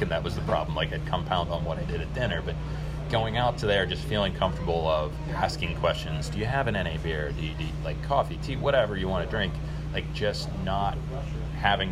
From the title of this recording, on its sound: Interview on location at "Jolly Pirate Donuts"